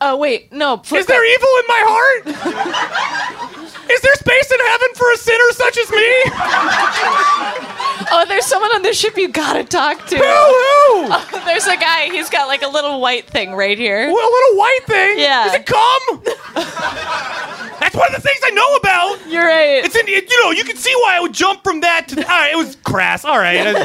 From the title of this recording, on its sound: LIVE at Union Hall